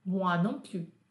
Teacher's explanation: Não pronuncio esse S. Eu também não. Moi non plus.